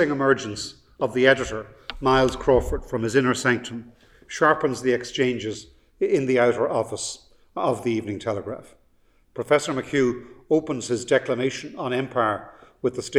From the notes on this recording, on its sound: The Lecture was delivered from the King's Inns